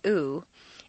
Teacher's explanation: The oo sound is located far forward in the mouth and requires you to round your lips. · Term: tense vowel